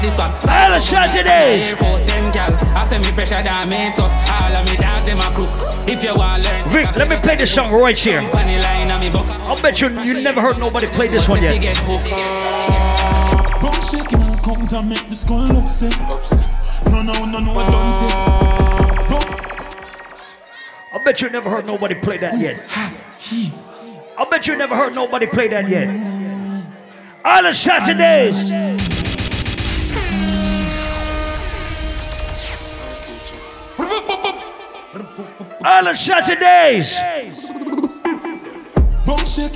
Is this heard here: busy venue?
yes